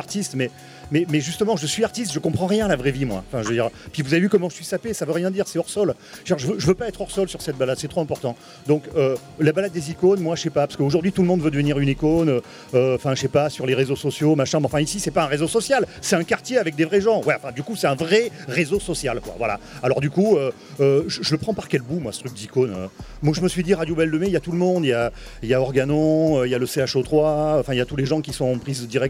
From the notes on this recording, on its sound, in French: Radio Belle de mai s'est enregistrée samedi 07 septembre, sur la place Cadenat, dans le quartier, au coeur du Plexus Rouge. Autour de la table devant les micros il y a des habitantes du quartier, des activistes, des artistes, les unes sont parfois les autres et réciproquement.